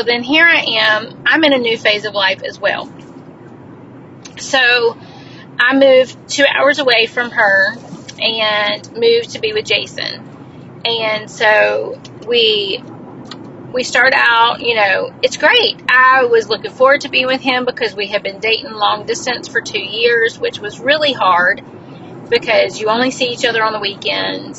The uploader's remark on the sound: This episode was recorded in my car.